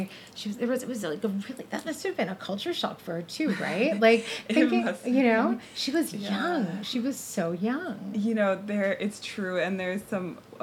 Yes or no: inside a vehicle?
no